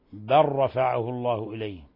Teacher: أما إذا وصلناها وهي رأس آي، وما قتلوه يقينا بل رفعه الله إليه، بل رفعه الله إليه، هذا يعني اضغمنا اللام في الراء، بل رفعه الله إليه، وهذا يعني كثير في كتاب الله سبحانه وتعالى، اللام تضغم في الراء لأنها في تقارب بينهما، يعني في تقارب في المخرج